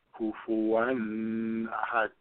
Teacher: we shake the D with a major shaking at the end · Term: Qal Qala